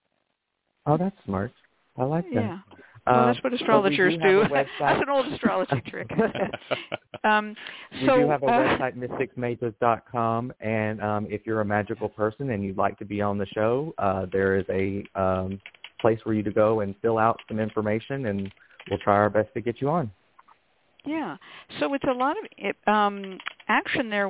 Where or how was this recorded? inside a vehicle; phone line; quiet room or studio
phone line